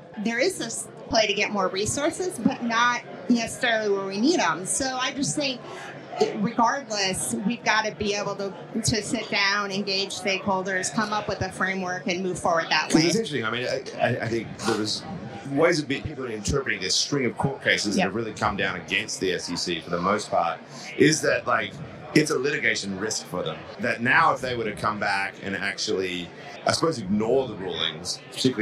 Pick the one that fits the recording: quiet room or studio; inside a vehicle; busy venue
busy venue